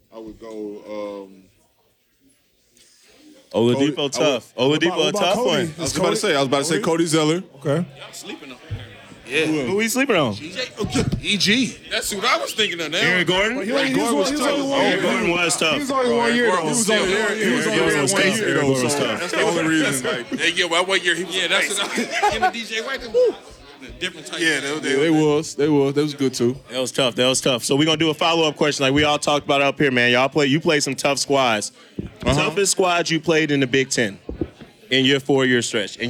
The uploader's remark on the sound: LIVE FROM OVER UNDER